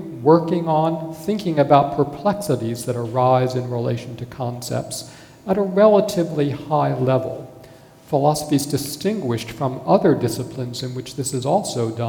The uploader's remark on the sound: A Sydney Ideas event on 25 March 2014